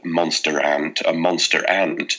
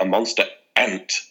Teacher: And to separate ant from the word monster, because that's two kind of sort of open vowel-y sounds, he's got a bit of a glottal stop · Shown in: second take